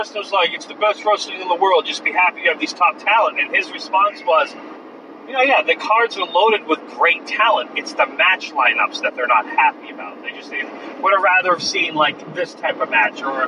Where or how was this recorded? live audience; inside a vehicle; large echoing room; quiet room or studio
inside a vehicle